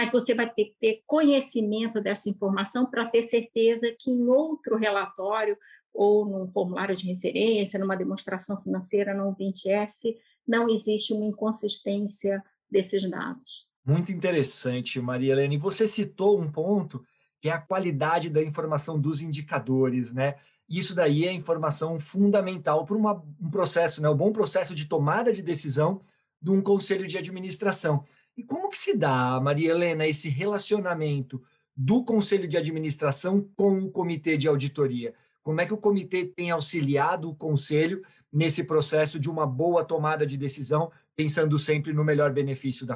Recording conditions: video call